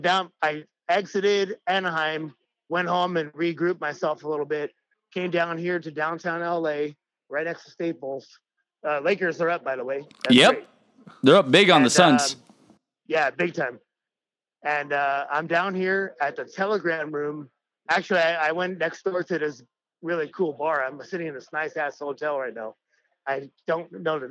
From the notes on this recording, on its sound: We got this phone interview